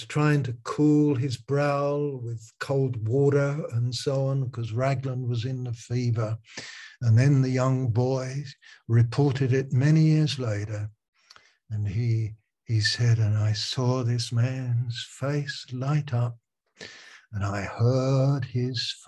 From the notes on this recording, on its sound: Malaysia Meets (Zoom).